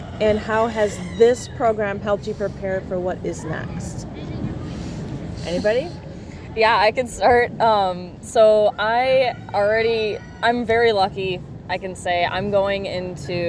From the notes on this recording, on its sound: OHS Students at the Fair. In this episode we visit the Stoughton Fair.